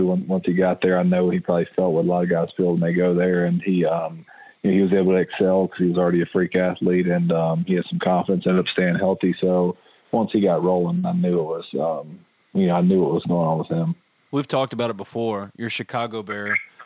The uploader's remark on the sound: on the Modern Woodmen phone line